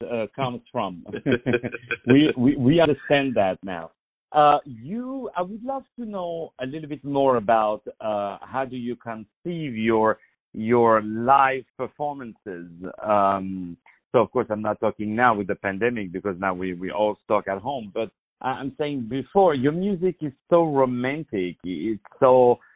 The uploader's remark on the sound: On the phone